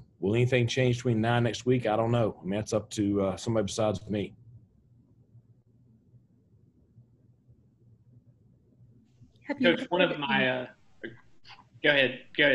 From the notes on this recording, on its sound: met with the media via Zoom